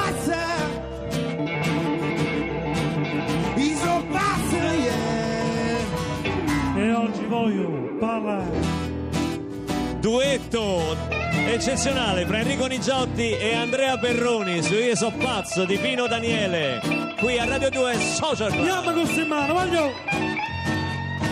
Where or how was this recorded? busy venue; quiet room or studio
busy venue